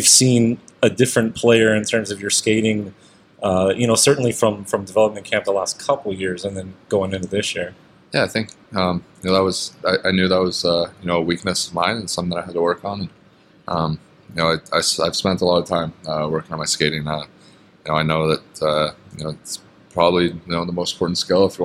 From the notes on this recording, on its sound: Last day of Vegas Golden Knights development camp. Our Golden Edge crew is on location at City National Arena.